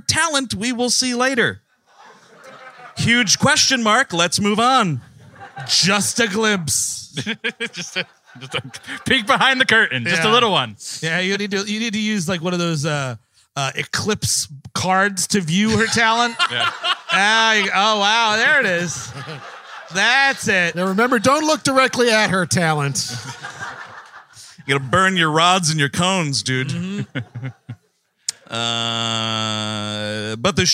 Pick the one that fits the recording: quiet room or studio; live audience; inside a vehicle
live audience